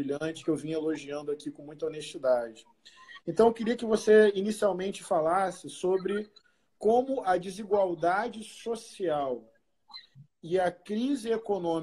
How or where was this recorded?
video call